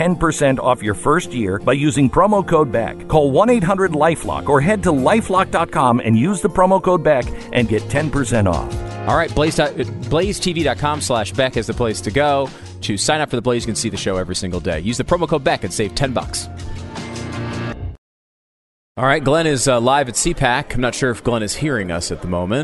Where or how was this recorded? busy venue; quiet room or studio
busy venue